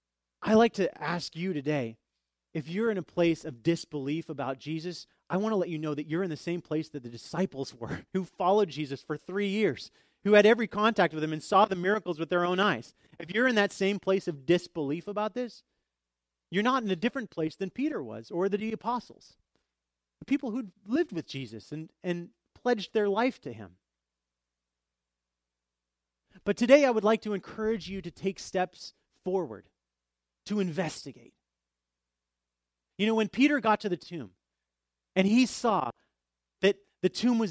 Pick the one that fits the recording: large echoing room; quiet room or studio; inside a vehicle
large echoing room